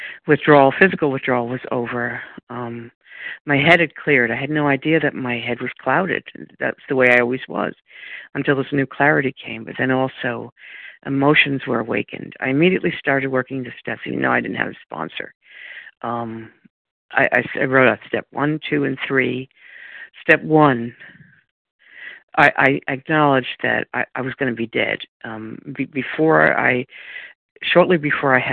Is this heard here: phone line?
yes